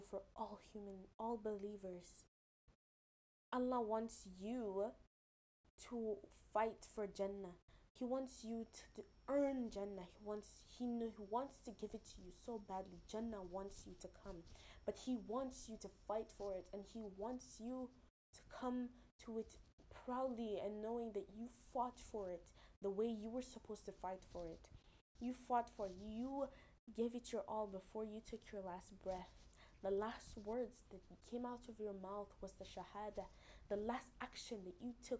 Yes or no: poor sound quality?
yes